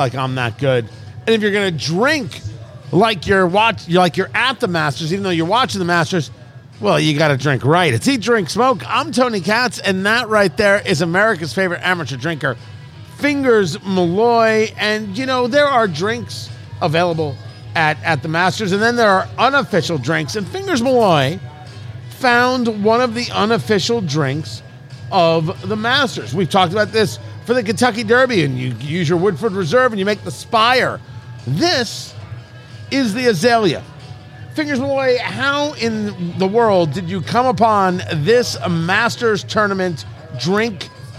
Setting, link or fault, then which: setting, busy venue